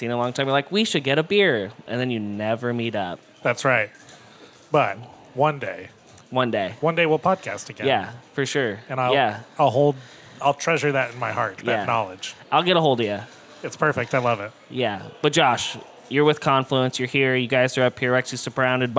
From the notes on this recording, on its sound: while at i-Best, a conference organized by the Iowa Brewers Guild and hosted this year by Toppling Goliath